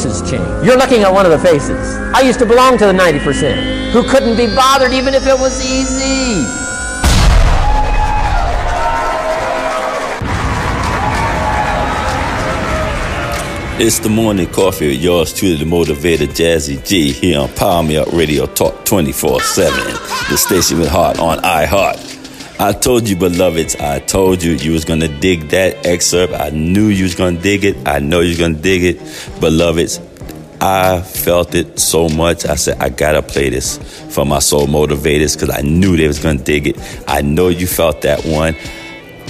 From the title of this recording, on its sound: Live from Podfest